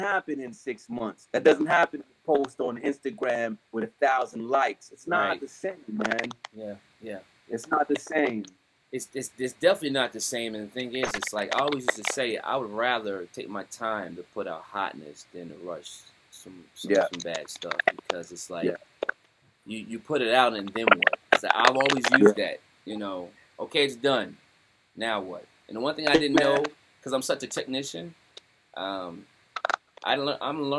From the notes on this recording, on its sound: Audio not 100% Clean Due to WIFI issues